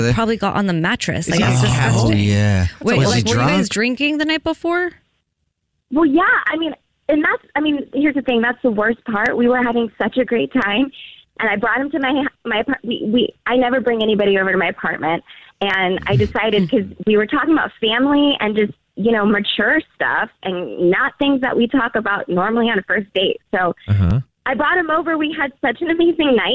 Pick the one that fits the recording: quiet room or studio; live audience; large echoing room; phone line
phone line